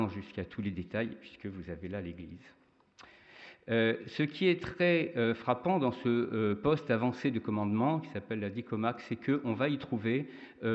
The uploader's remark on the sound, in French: Intervention enregistrée le 13 mai 2010 dans le cadre du colloque « Le monument, la ville, la nature.